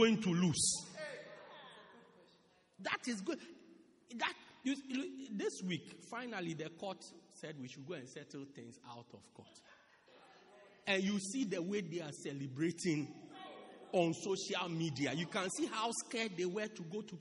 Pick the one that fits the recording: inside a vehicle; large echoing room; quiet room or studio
large echoing room